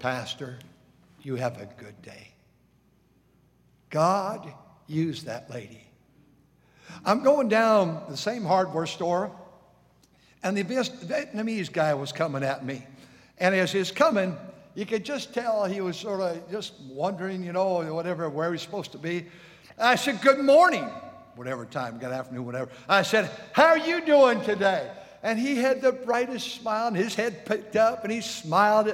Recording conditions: large echoing room